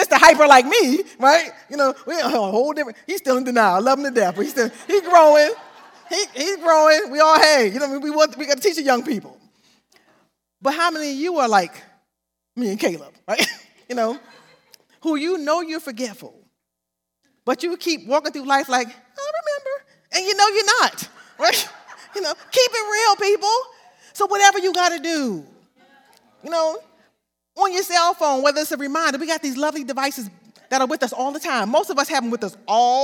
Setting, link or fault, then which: setting, large echoing room